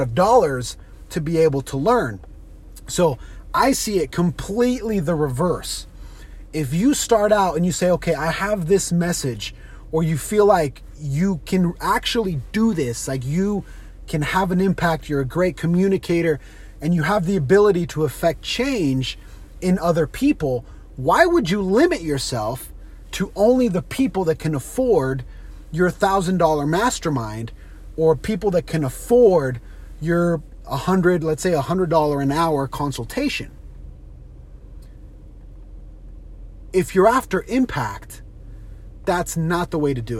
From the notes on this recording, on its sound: On today’s carcast